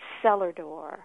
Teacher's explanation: It has a nice rhythm, too. It has the sonorous O, it has the R, it has a nice sibilant at the beginning